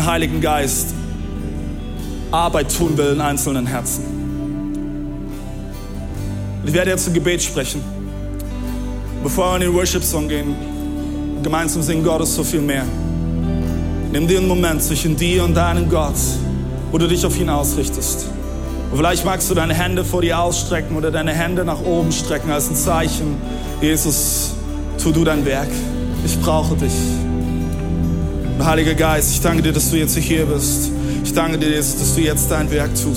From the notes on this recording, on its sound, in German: Audiomitschnitt der Predigt